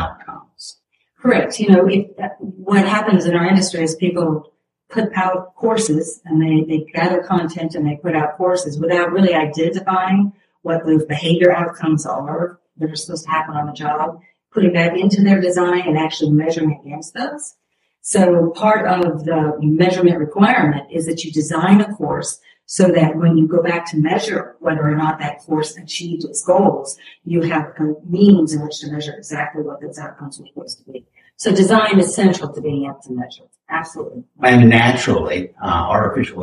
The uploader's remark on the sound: We discovered an audio error in the editing process, and thankfully, it clears up around the 6-minute, 30-second mark.